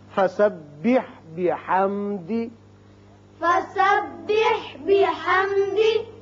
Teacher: یہاں میم ساکن ہے، میم ساکن کے بعد دا آتا ہے، آپ پڑھ چکے ہیں یہ قاعدہ میم ساکن کا، اس کے اظہار کا، کہ اگر میم اور با کے علاوہ باقی 26 حروف میں سے کوئی بھی میم ساکن کے بعد آ جائے تو یہاں میم پر اظہار ہوتا ہے. بحم یہ لمبا نہیں کریں گے بلکہ بحمدی میم کا اظہار ہوگا